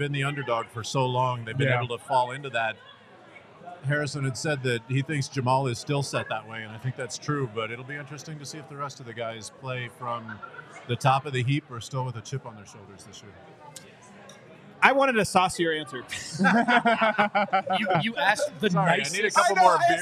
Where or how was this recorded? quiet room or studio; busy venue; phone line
busy venue